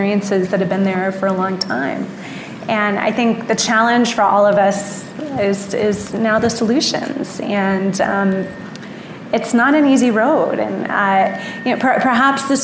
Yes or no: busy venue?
yes